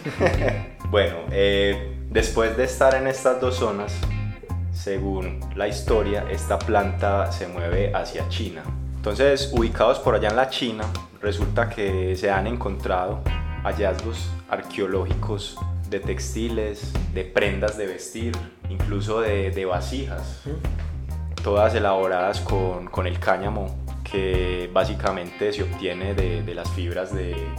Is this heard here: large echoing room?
no